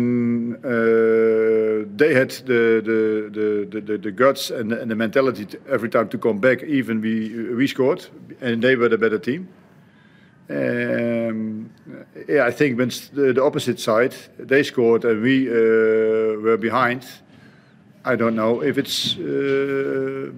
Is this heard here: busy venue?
yes